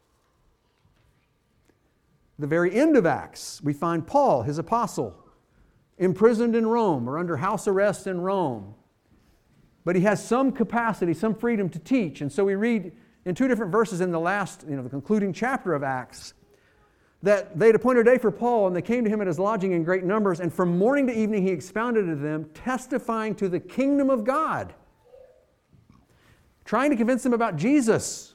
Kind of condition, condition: setting, large echoing room